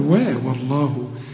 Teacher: وطبعا اللام انت عارف ما دام مضمومة يبقى لفظ الجلالة هنا مفخم، والله طبعا انت عارف ان الواو اللي بتسبق لفظ الجلالة لابد ان احنا نرققها